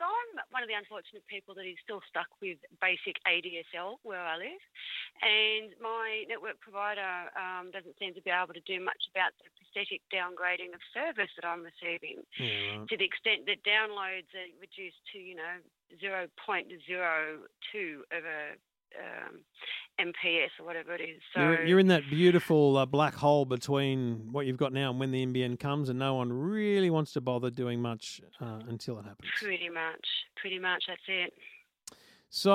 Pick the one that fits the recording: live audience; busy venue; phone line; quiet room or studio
phone line